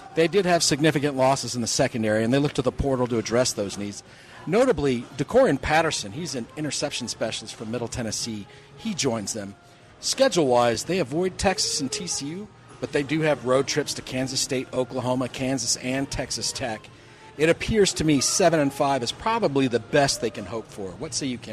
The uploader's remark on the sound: "Live" from #SteinersPub in #LasVegas